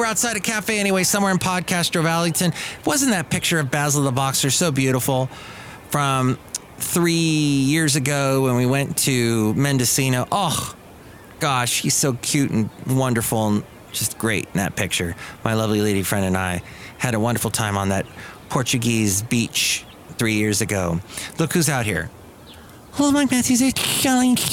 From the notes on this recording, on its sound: podcasts live from Cafe Anyway